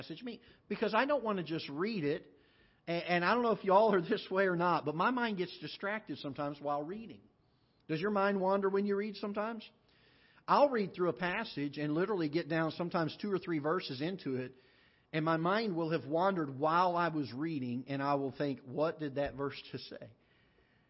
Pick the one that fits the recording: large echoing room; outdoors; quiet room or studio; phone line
large echoing room